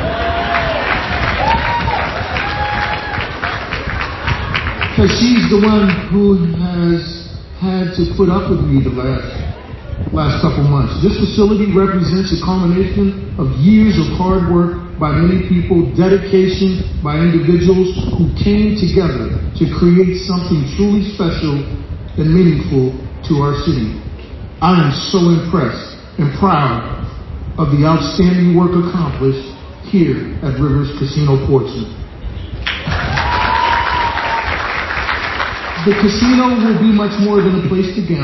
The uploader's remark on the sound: speech on the morning Rivers Casino opened its doors to the public